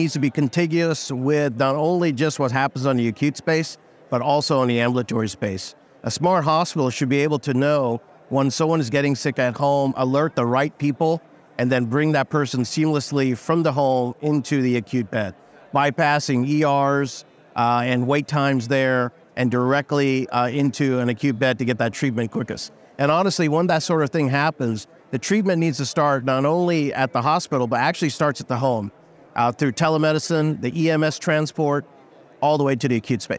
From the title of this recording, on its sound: Special Episode LIVE from the floor of Becker's